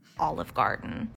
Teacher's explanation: she gets to Olive Garden and she's done with that thought, and that is produced with a lot of creaky voice or vocal fry